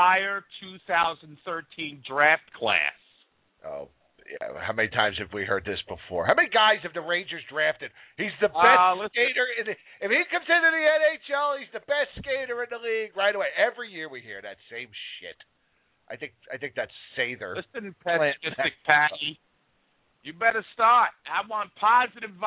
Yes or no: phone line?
yes